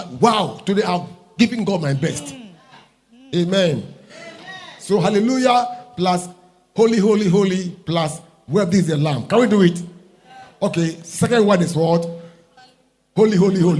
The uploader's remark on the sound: Preached At LCC Goshen